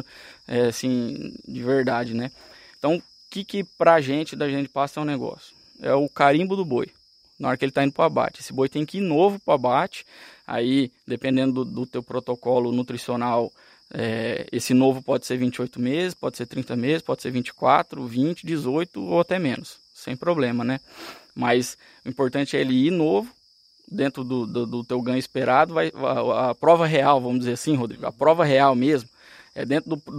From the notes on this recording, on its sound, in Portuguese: Foi gravada numa praça de alimentação de uma área rotacionada de mombaça.